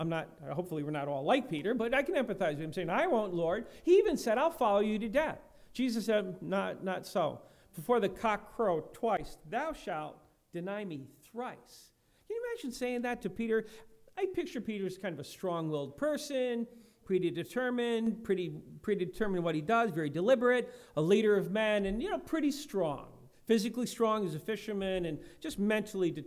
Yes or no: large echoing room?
yes